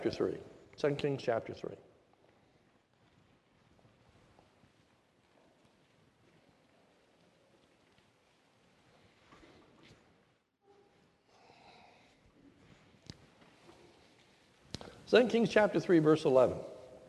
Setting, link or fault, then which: setting, large echoing room